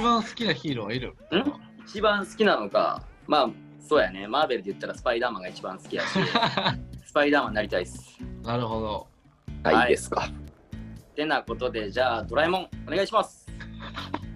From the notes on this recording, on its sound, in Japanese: 私たちが住んでいる勝山は大雪状態により外出ができず、リモートでの収録となってしまい、お祭りなのにいつもより聞きづらい状態になってしまい申し訳ございません。